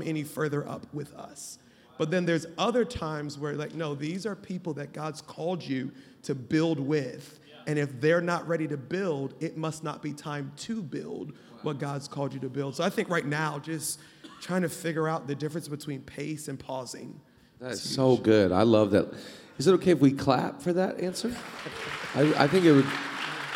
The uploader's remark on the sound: Live from Zoe Conference 2022. For a live leadership discussion at Zoe Conference 2022.